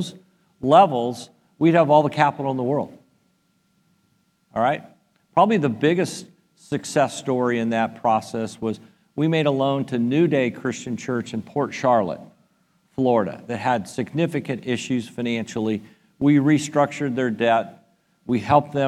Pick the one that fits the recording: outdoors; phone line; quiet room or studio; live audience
live audience